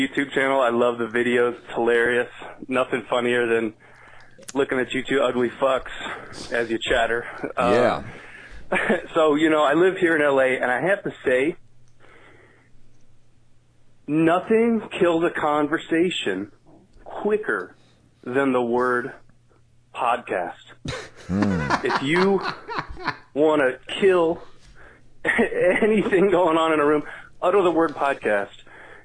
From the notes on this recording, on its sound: Phone calls.